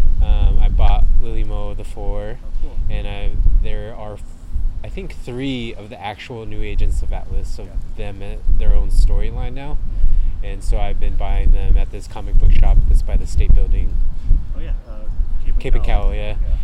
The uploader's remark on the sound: We recorded outside on a slightly windy day so there is definitely background texture and sometimes annoying wind. Old Oakland represent though! We also had to cut about 11 minutes of our conversation due to the recording quality.